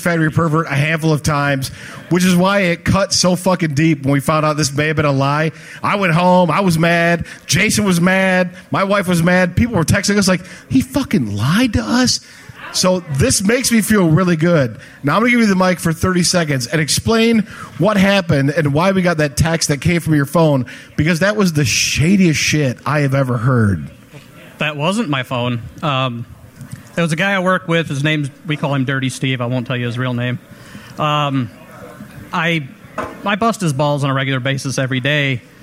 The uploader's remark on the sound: Live inside Stan's Room at Piere's.